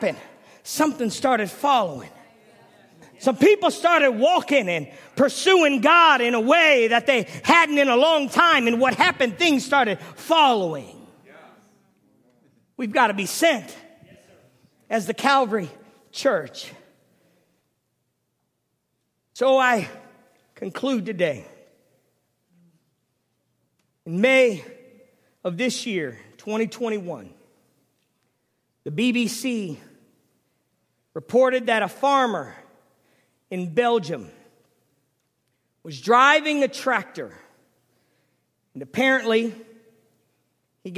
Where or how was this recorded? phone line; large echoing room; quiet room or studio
large echoing room